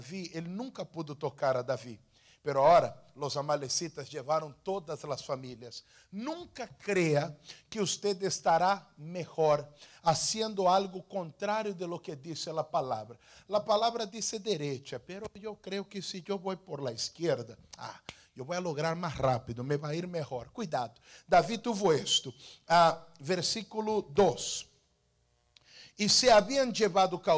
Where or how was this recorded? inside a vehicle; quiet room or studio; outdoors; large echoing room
large echoing room